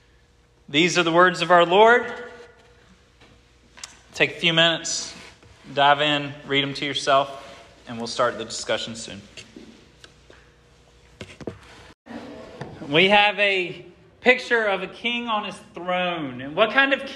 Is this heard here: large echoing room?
yes